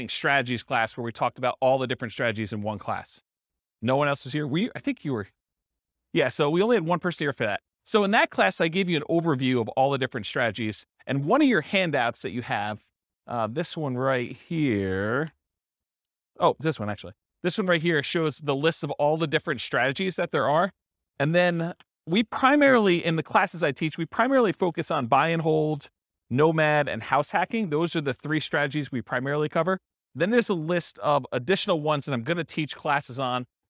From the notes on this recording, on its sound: This was a live class recorded